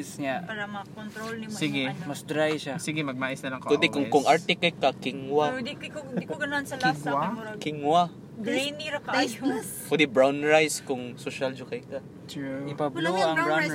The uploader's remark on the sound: Another carcast. No edits, just some raw conversations and topic switches.